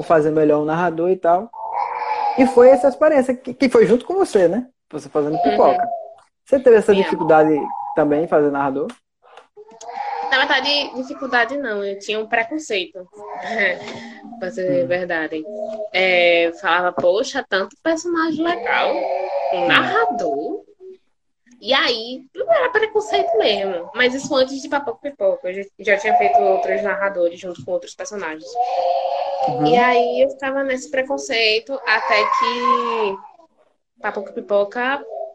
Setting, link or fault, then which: link, video call